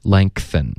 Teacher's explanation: 一个 N 后鼻音连到 TH 或者别的摩擦音呢就会爆一个 K 的音出来 · Term: 添加音